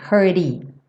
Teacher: O T reduzido para rarara